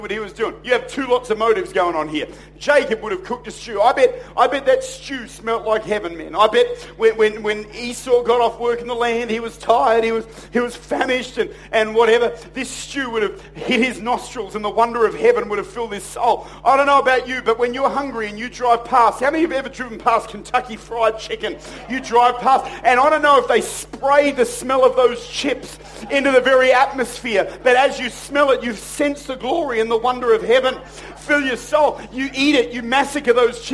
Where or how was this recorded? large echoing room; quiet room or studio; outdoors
large echoing room